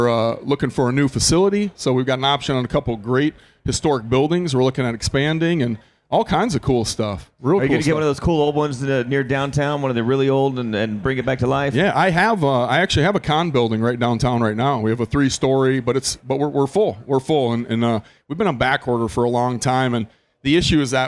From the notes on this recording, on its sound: SEMA SHOW 2019 An Automotive Celebrity Mash-Up from the Shell Pioneering Performance Stage. On the Shell Pioneering Performance LIVE Stage.